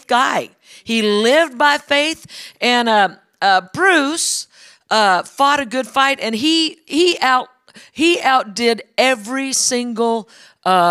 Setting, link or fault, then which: setting, large echoing room